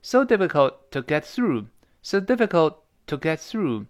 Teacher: 那个 t 失去爆破，因为后面又有个 to 又是辅音开头的